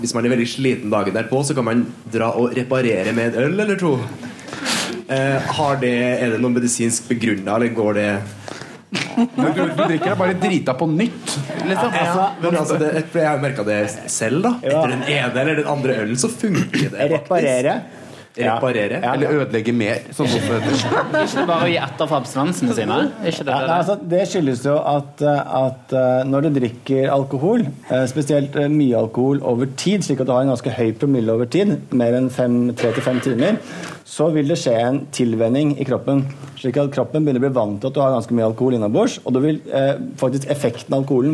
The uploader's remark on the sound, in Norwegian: Podcasten er spilt inn live på Blindern med publikum i salen.